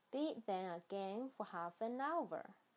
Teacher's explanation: 还有 beat 这个 t 是弱读的